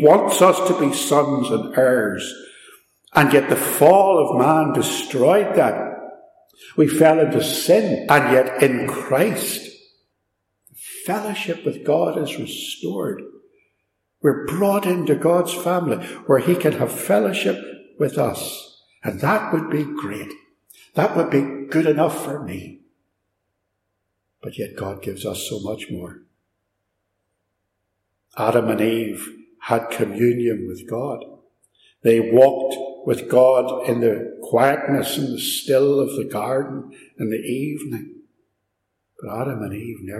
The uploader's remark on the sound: Recorded live at Ballymacashon, (sorry about the echo - it's an old building).